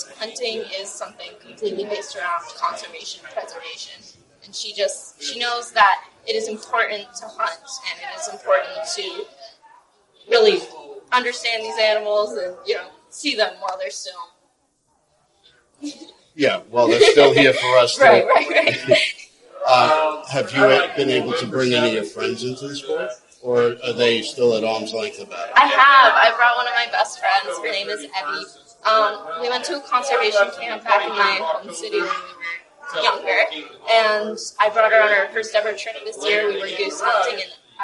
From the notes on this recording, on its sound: Sorry about the audio.